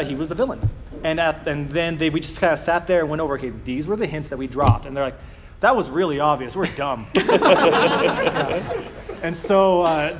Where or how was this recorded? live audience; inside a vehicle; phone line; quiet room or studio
live audience